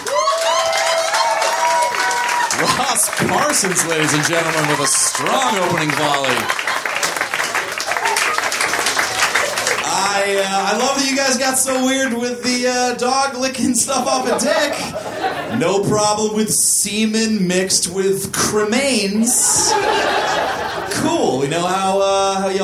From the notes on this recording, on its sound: Recorded June 26, 2014 at Union Hall in Brooklyn.